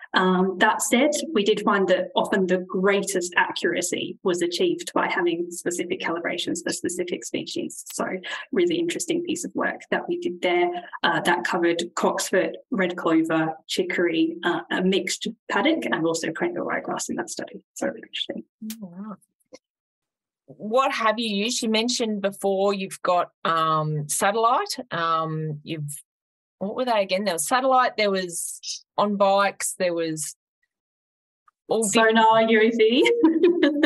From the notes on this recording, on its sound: In this webinar recording